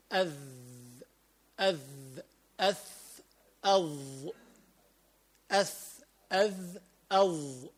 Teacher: لسانك بده يكون بين الثنايا العليا، يعني بين اسنانك الثنايا العليا اللي فوق واللي تحت · Term: لثوية